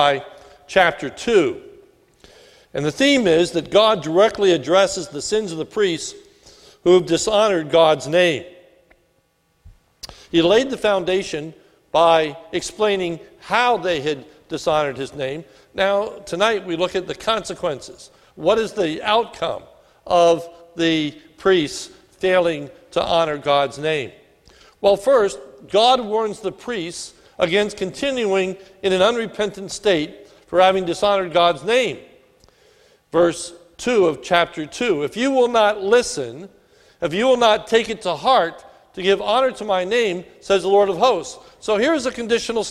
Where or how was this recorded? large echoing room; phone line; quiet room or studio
large echoing room